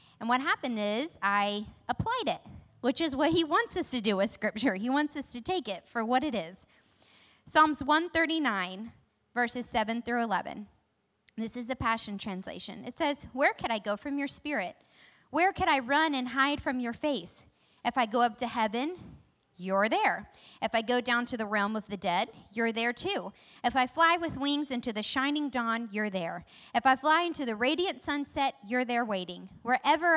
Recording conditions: large echoing room